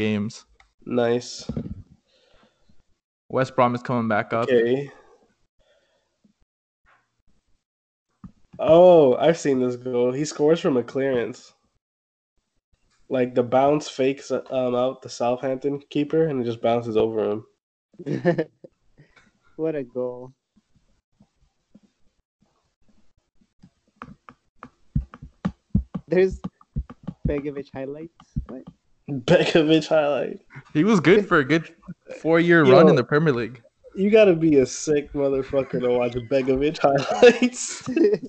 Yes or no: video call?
yes